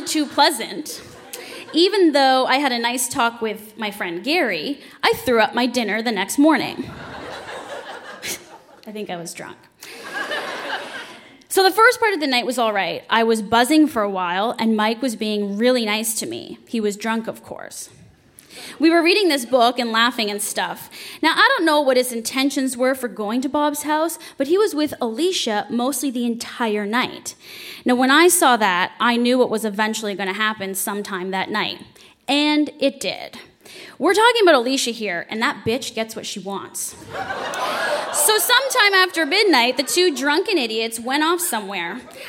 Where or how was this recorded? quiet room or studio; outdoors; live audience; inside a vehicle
live audience